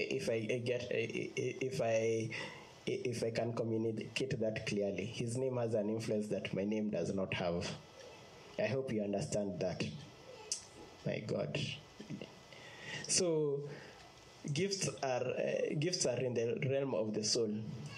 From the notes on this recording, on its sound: Preached on 2nd August 2020 at Infinite Fellowship Ministries